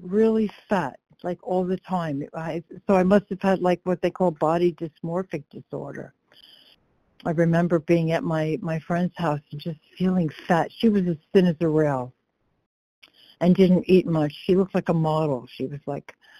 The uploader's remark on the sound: 100 Pounders Phone Meeting